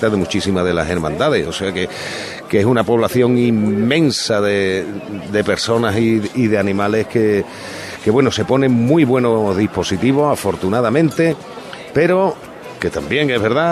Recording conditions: outdoors